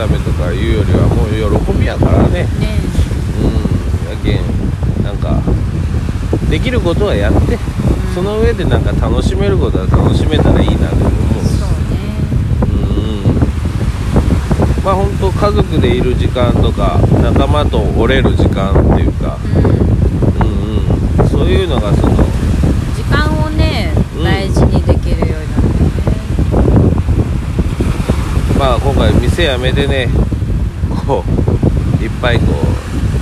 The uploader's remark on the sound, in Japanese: 今回は糸島の芥屋の大門（けやのおうと）での収録。波の音で少し聴きづらくなってます。